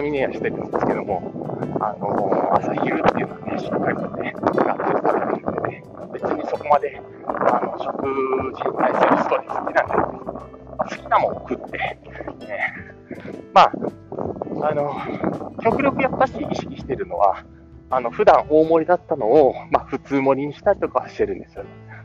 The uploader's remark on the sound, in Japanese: お散歩しながら音声配信